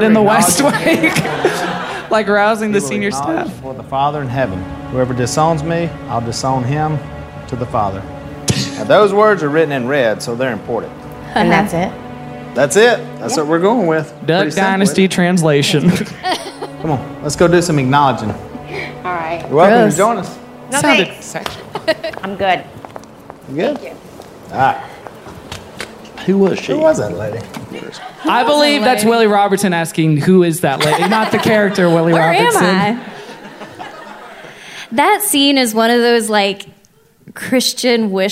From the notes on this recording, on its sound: LIVE at The Bell House in Brooklyn, NY